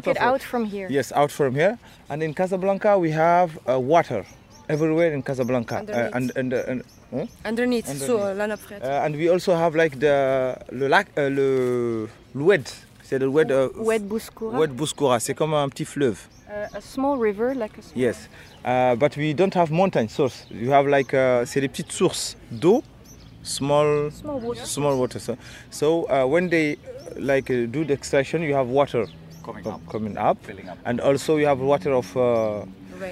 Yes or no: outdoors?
yes